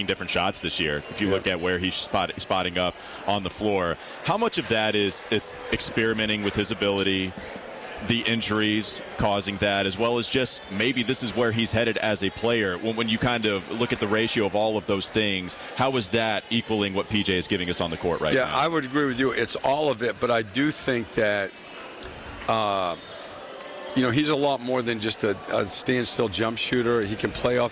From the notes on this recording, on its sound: live from Spectrum Center during today's cornucopia event